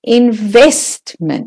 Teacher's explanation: So the vest is the stressed syllable.